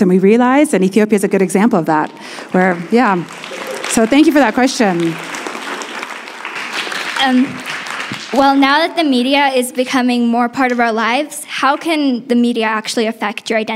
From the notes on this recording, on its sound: Live! Cross Cultural Kids. A live show from the International School of Kenya.